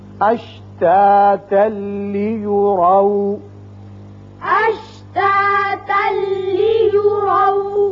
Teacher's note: ملانے کی صورت میں یہاں تنوین کے بعد لام آ گیا، ادغام بغیر غنہ ہوگا